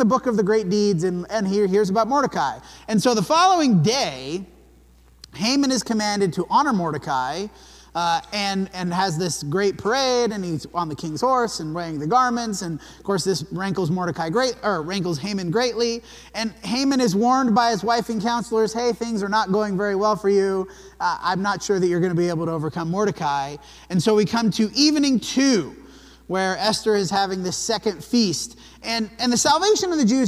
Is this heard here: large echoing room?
yes